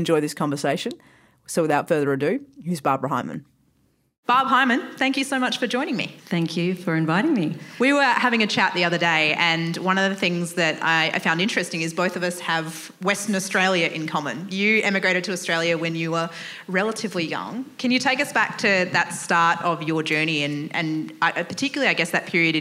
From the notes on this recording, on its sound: For the first time ever we have taken Coffee Pods live on stage to record an interview.